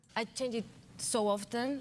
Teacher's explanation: she said often with a T, and it's perfectly fine